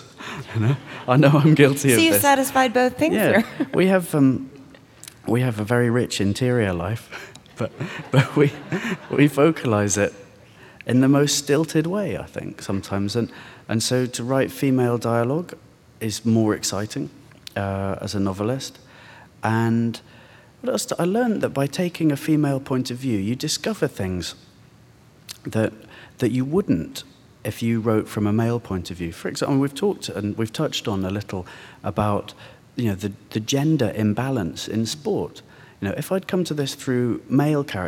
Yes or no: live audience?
yes